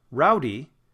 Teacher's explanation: the first part is stressed, the second part is unstressed